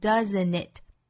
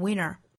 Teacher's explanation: 一种习惯性的发音就是把前面的 t 的发音略掉，用前面的前鼻音 n 去跟后面的元音连读